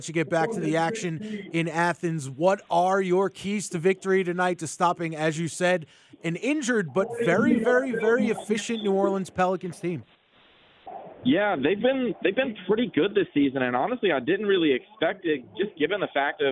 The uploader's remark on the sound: Live from the press box in Athens